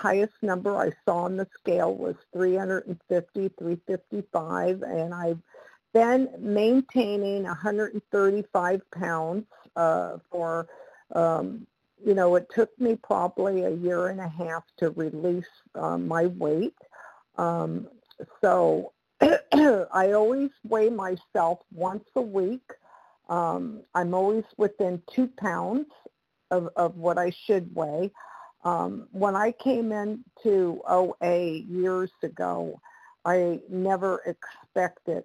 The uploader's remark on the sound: The 100 Pounders Phone Meeting.